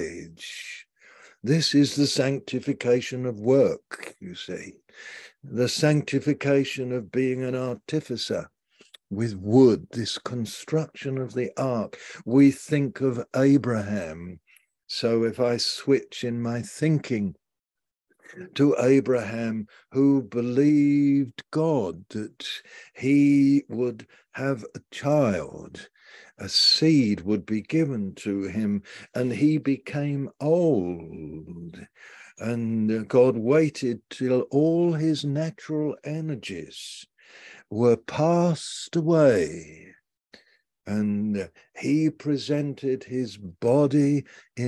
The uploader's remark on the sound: Malaysia Meets (Zoom)